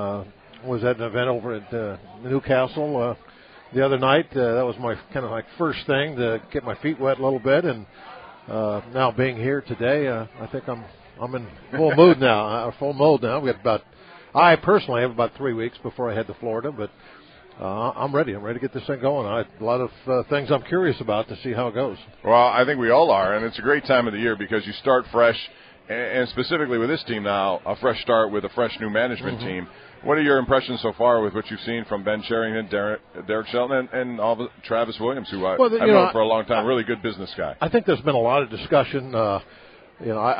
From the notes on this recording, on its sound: LIVE from PiratesFest Saturday morning at PNC Park